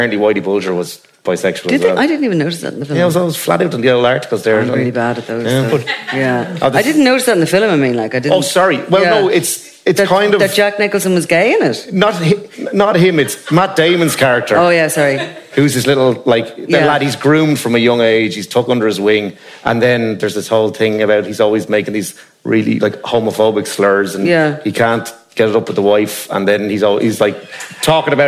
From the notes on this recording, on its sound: This special, live edition of The Dingle Whiskey Movie Club from a packed Sugar Club in Dublin. Before a live audience.